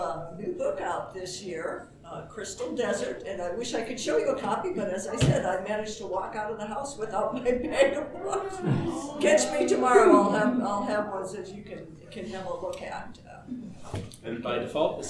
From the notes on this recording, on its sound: Recorded 11/10/2023 Live at TusCon 50